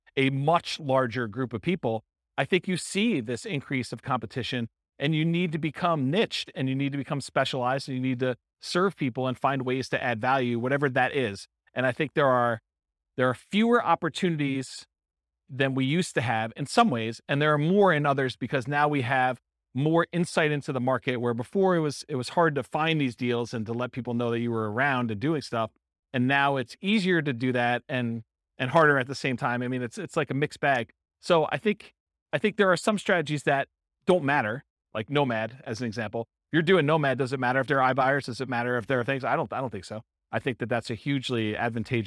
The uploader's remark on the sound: This was a live class recorded. In Chandler, Arizona.